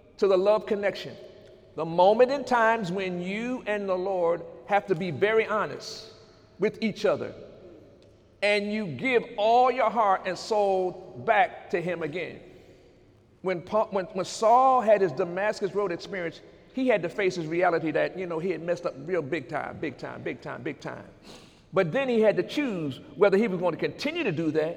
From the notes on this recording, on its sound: During Sunday morning service on December 2, 2018